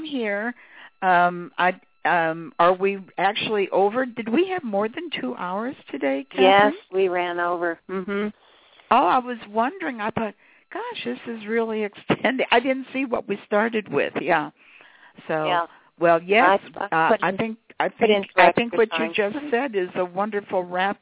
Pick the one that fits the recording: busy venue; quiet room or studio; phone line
phone line